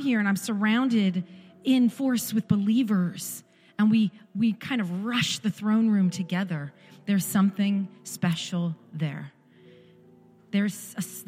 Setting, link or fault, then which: setting, large echoing room